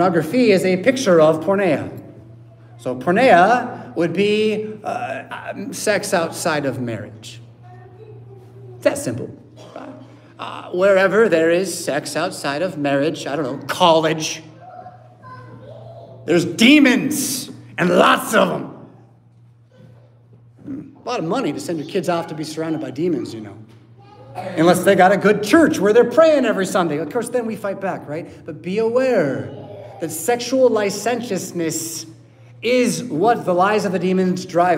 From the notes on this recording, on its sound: Preached at St Paul Lutheran Church , Rockford, Illinois on Sunday October 1st, 2023.